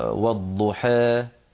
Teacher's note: قائل مثلا والضحى هكذا فيها إمالة قليلة